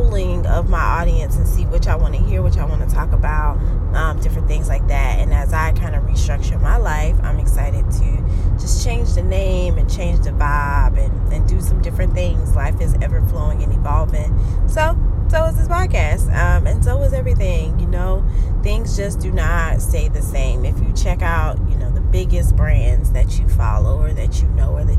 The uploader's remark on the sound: This episode was recording in one of "favorite" places, THE CAR! You may hear the road in the background or a turning signal.